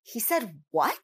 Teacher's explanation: the emphasis is on what